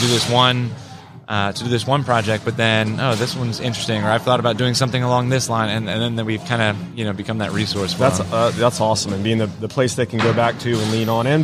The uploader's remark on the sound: LIVE from WORKBENCHcon 2022